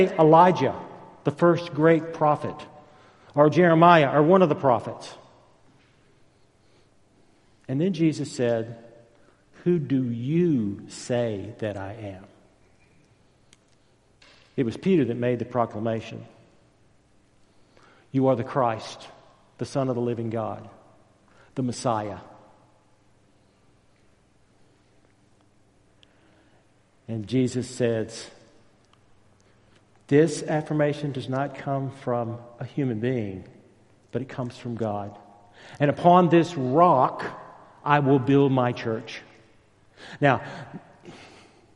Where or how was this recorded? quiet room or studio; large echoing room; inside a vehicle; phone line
large echoing room